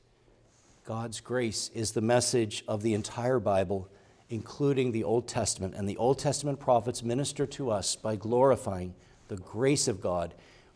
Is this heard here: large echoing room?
yes